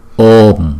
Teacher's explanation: cái chữ ô lúc nào cũng hai nhịp, chúng ta đọc là ô trước rồi mới đóng lại là ôm